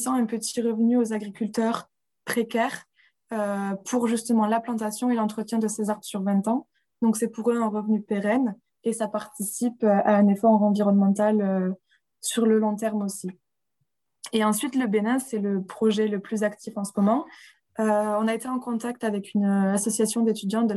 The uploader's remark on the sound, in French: pour la première fois enregistré en visioconférence